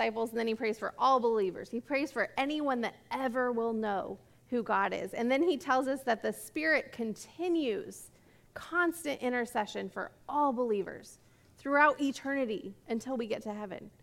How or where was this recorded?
large echoing room